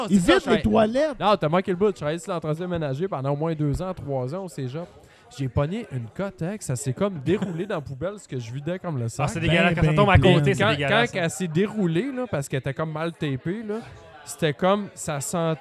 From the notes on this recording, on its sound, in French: Cette semaine on tente l'impossible : enregistrer un podcast pendant un party. On a un micro ouvert pour les membres du party qui veulent nous jaser!